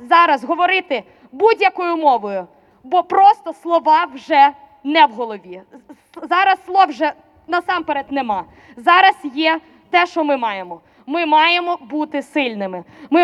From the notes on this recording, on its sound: O-Ton. Kundgebungen gegen Putins Krieg gegen Menschen in der Ukraine in Wien 2022.